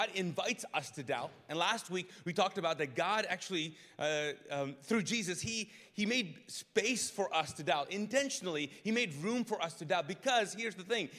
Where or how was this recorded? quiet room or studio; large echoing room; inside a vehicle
large echoing room